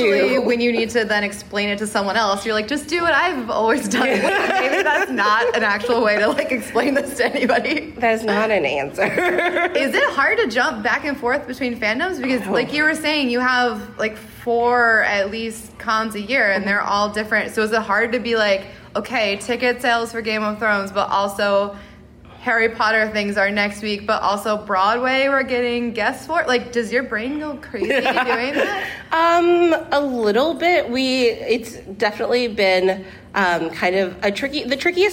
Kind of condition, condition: setting, busy venue